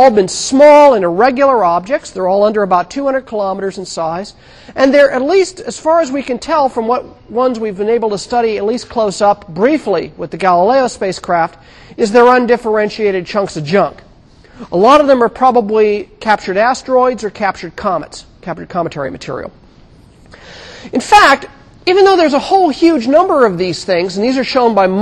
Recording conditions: large echoing room